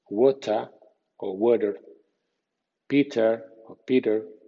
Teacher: Como la T está entre sonidos sonoros, en América suena sonora, como la D